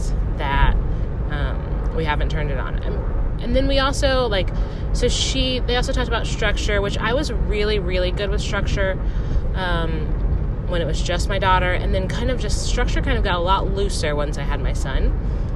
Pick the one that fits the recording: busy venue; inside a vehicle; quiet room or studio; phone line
inside a vehicle